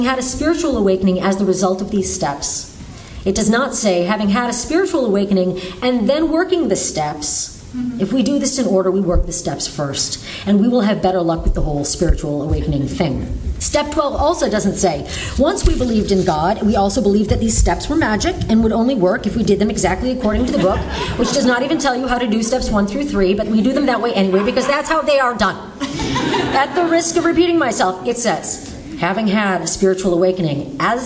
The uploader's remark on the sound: There were about 300 of us in Santa Monica. You'll hear segments form four of the talks recorded at the conference.